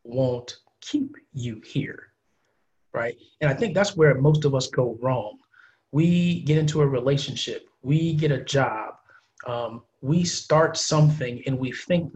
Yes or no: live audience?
no